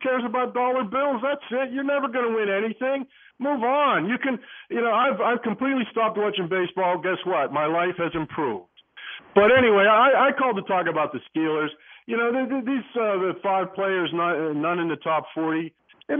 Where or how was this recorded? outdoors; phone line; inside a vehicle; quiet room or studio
phone line